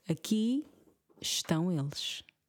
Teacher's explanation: I'm dropping the E from the word estão.